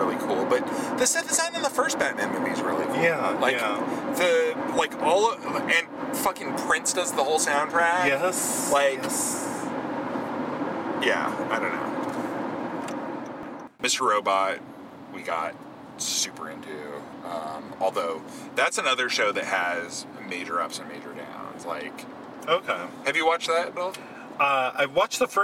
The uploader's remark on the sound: We took this podcast on the road. We were up in Santa Barbara for a memorial service of a friend and decided that we’ll record something while driving. You’ll note that with me driving, there were no accidents!!!